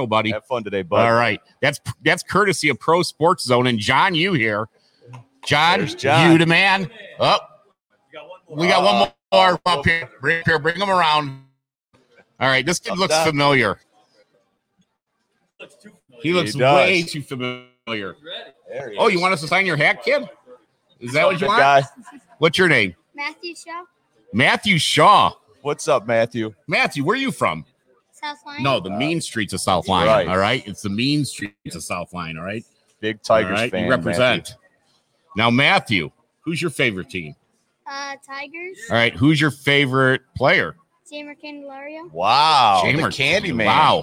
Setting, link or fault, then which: setting, busy venue